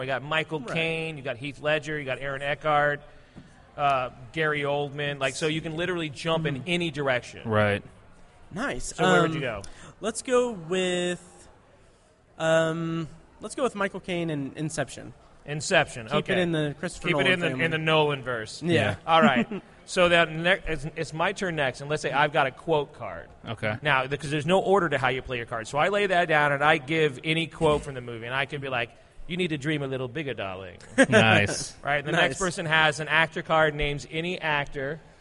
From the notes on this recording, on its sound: Recorded Live at Indy PopCon 2017.